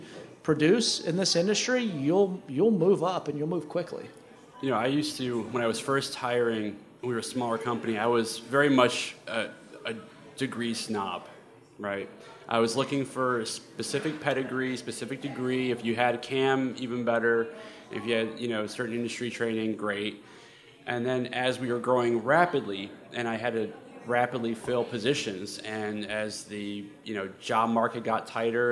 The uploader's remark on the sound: live from IMN's Student Housing 360 Conference